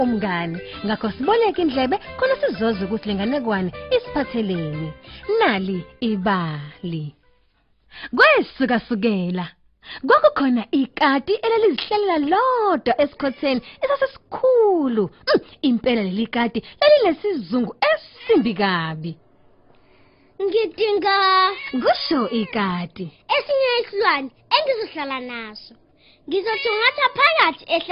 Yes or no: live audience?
no